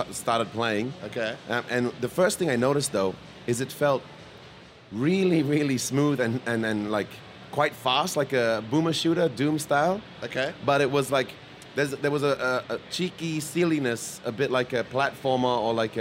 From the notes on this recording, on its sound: Pax Aus 2023. Recorded on the showfloor itself inside the Audio-Technica booth!